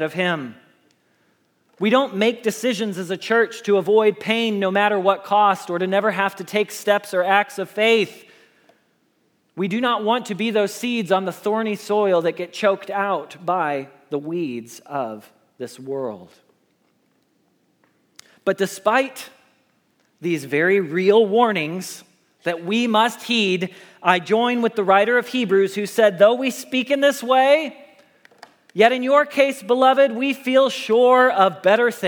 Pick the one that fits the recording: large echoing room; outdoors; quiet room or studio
large echoing room